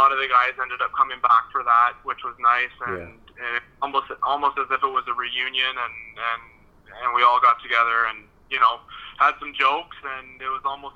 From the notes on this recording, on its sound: On the phone (03:28).